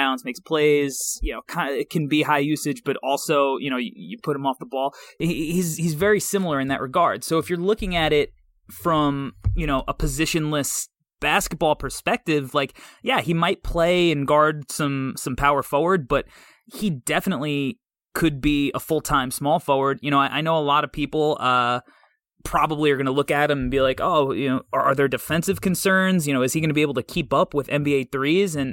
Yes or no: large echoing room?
no